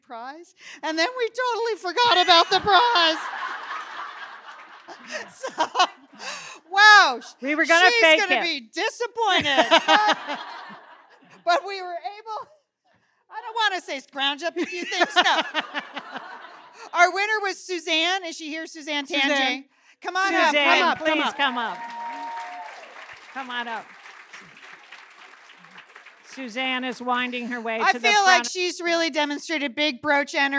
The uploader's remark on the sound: Perform in front of a LIVE audience in Minneapolis. At their Big Fun Weekend.